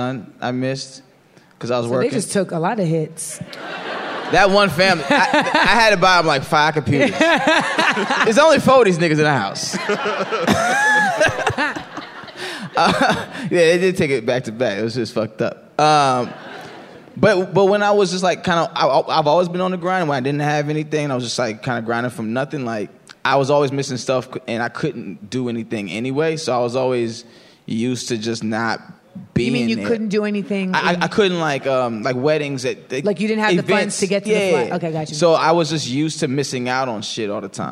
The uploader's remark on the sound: LIVE from Clusterfest! Coming at you from Clusterfest for the first ever live episode of Small Doses.